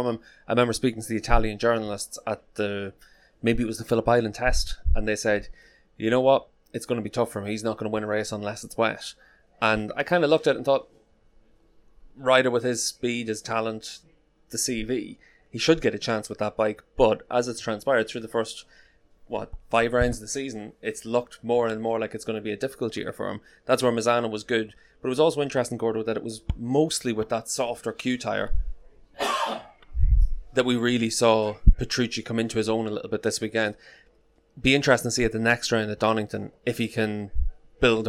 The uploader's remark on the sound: Today's show was recorded in the Isle of Man TT media centre and as a result the sound is not perfect.